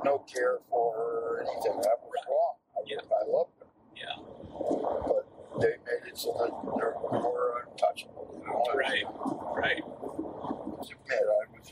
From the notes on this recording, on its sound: Drove. To visit his brother on Cape Cod, so the audio is not ideal.